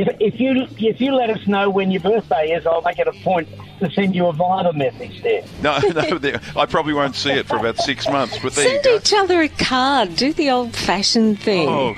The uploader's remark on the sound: A special guest called in on 3AW Nights!